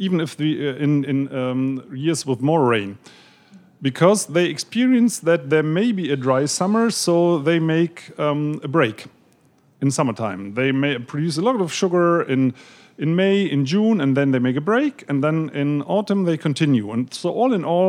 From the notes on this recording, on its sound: In front of an audience at Powell’s Books.